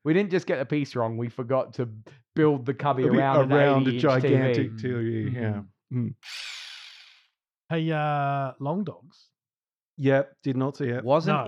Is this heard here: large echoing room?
no